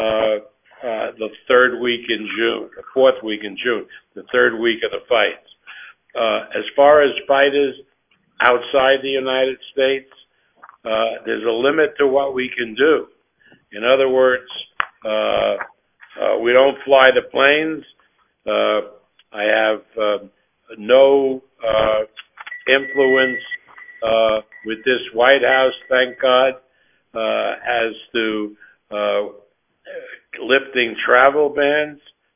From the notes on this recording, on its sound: Media Conference Call